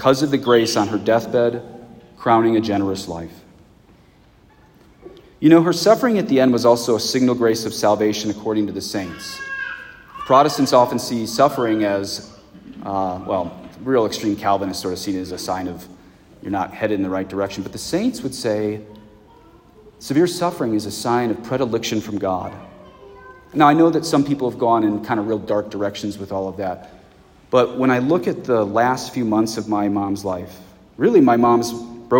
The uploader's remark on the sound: the funeral sermon I preached at my parents' parish at a Mass in English